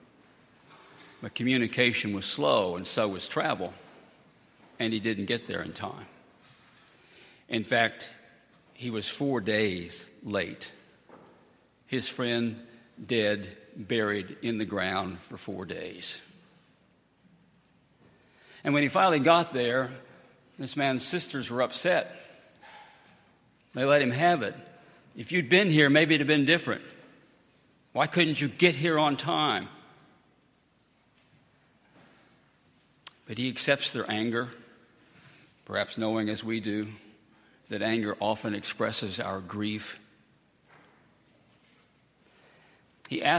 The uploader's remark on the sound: at Highland Baptist Church.